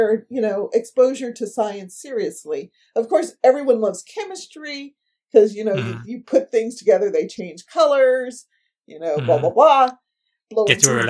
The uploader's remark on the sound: Unfortunately, the audio quality isn't as good as I'd hoped. There's a terrible echo on my voice which comes and goes as the recording plays. I've done my best to clean it up, but it was just a bad recording and there's only so much I can do!